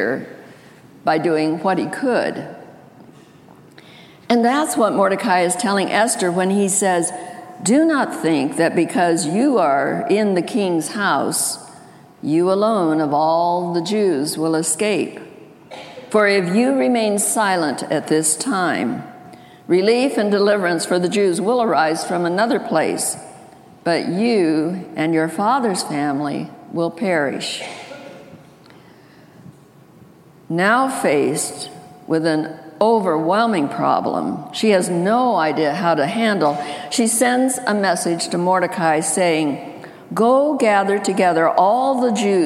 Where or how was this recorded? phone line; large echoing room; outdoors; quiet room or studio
large echoing room